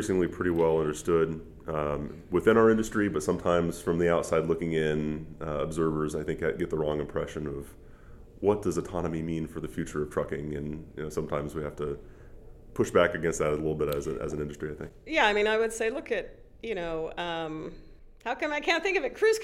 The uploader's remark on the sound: at the Trimble’s Insight Tech Conference